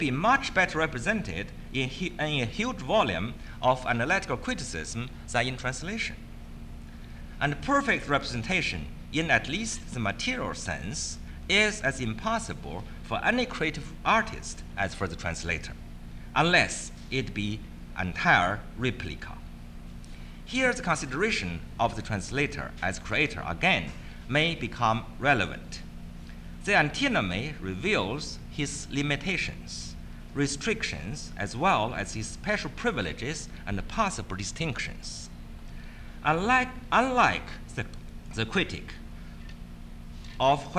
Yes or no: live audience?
yes